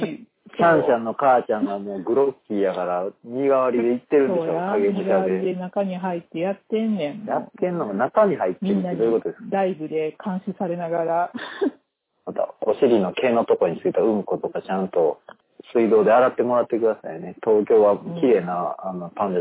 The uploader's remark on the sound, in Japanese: 探偵が電話を録音した音源なので、音質が良くありません。